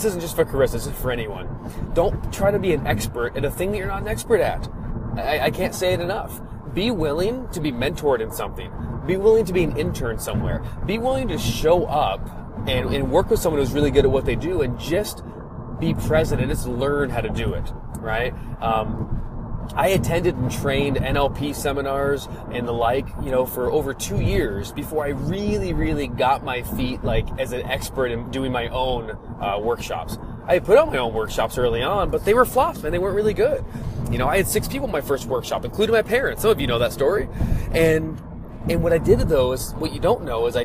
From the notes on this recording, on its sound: The audio in this episode comes from a FB Live I recorded while driving. The audio is not perfect.